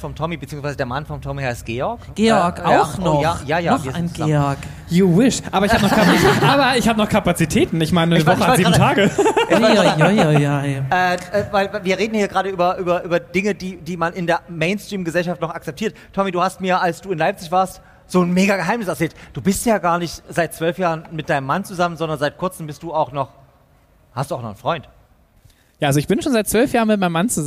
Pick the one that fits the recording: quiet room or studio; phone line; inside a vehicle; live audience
live audience